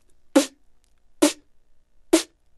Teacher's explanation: I actually make noises while inhaling. I actually inhale kind of a P sound, and it kind of sounds like the backward snare sound of an old Roland 808.